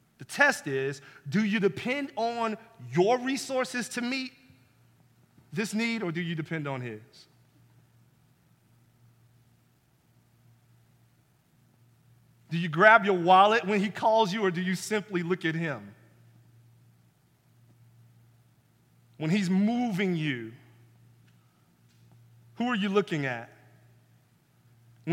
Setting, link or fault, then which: setting, large echoing room